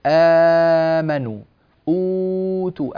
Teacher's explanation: طيب، هذه الهمزة التي تأتي قبل حرف المد ممكن تكون محققة، مثل الألفاظ التي استمعنا إليها: آمنوا، أوتوا، الهمزة ظاهرة وبينة محققة من الحلق